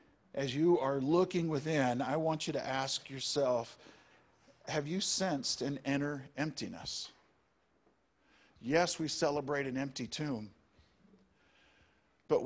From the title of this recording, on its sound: Easter Service! Live and Zoom (Audio)